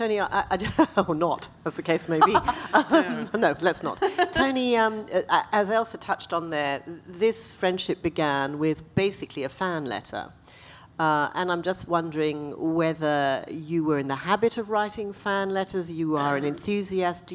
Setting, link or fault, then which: setting, live audience